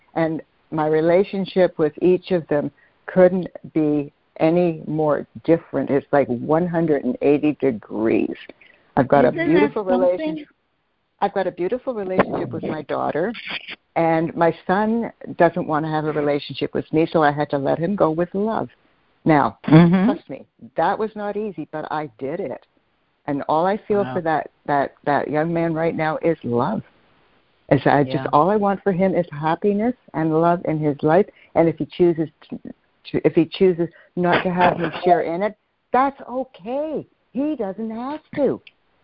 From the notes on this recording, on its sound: CONF CALL. Students are joining together on a Free Conference Call.